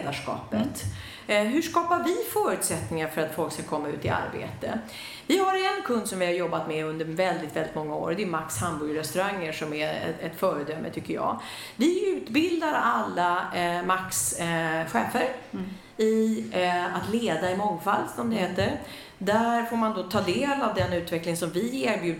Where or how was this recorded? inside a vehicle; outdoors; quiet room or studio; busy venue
busy venue